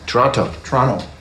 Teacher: Canadians don't pronounce the T.